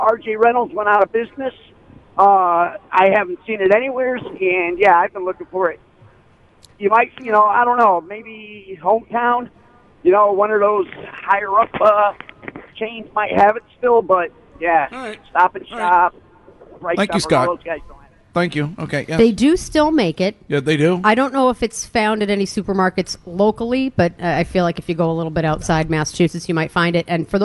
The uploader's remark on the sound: Broadcasting live from The Capital Grille